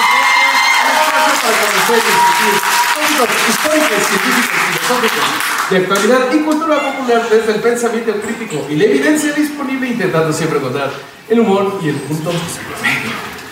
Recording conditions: live audience